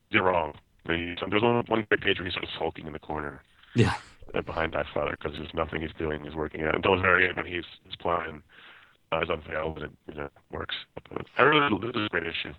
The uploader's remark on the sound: calls in live from San Diego Comic-Con, and despite a shaky connection, we forge onward